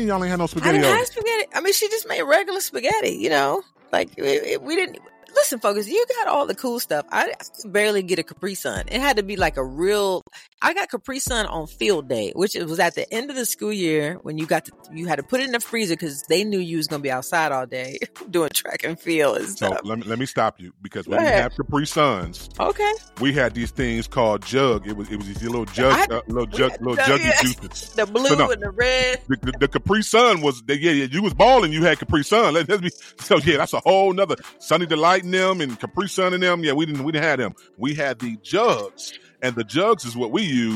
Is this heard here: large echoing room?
no